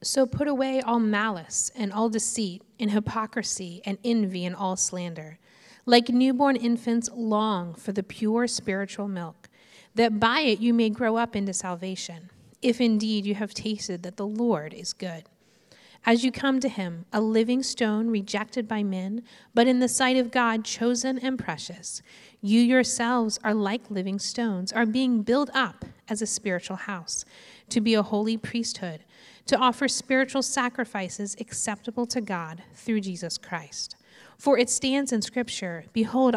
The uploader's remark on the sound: This message was preached at Covenant Fellowship Church on May 29, 2022.